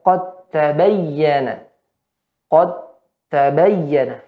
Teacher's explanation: hilang sifat qalqalah pada dal